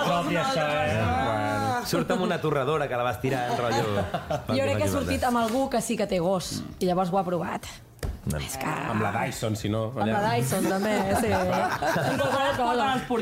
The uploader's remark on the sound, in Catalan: Des del mític estudi Toresky de Ràdio Barcelona, gravem amb públic i moltes sorpreses. Responem les preguntes dels oients assistents.